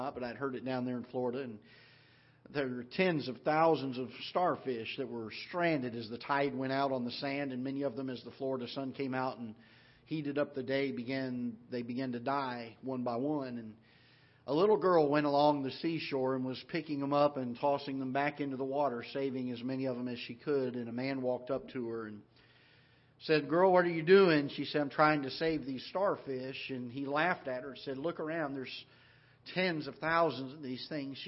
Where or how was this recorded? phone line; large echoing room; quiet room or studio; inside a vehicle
large echoing room